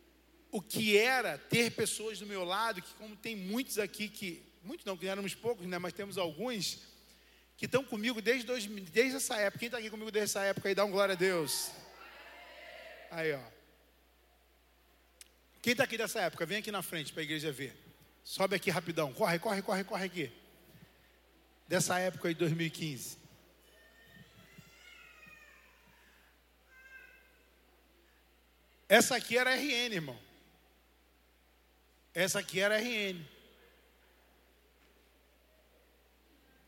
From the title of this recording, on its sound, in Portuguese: CULTO DE DOMINGO